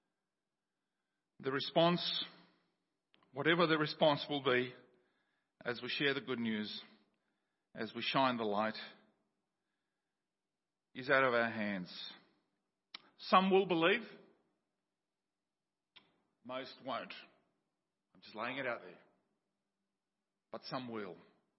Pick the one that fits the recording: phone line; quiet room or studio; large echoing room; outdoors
large echoing room